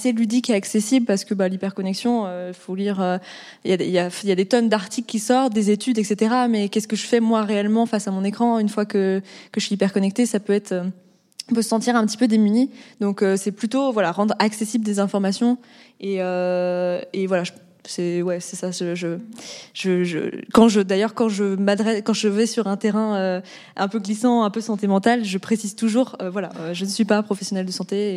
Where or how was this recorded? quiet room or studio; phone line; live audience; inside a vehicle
live audience